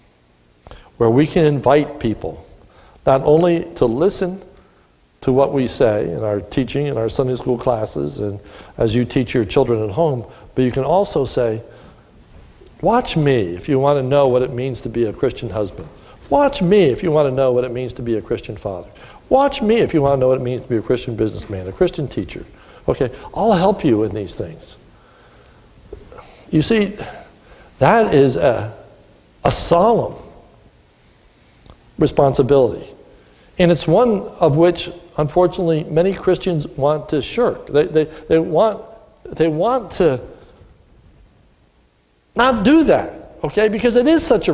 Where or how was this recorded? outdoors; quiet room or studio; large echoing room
large echoing room